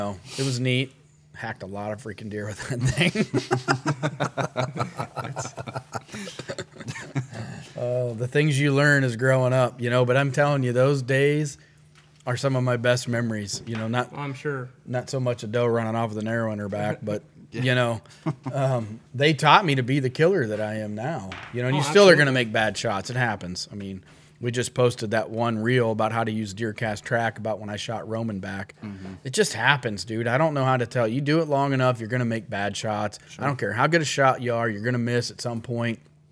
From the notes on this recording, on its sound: live at Miller's Gun and Supply in Sugarcreek, OH.